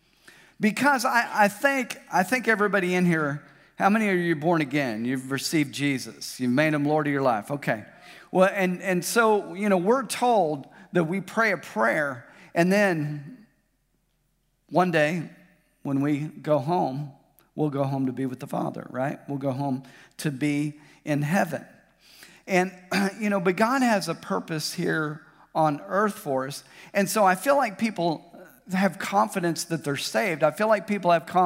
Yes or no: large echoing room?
yes